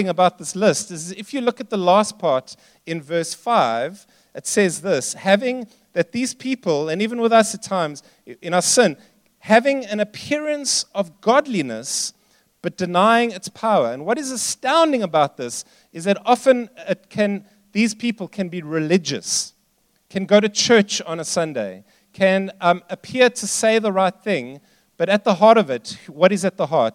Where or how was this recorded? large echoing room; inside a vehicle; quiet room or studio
large echoing room